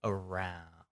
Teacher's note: when I'm pronouncing that R, my tongue is actually kind of back in my mouth, kind of like sitting low and back